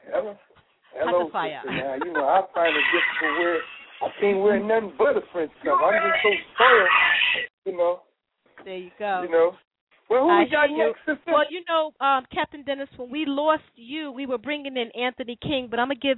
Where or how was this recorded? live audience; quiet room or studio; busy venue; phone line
phone line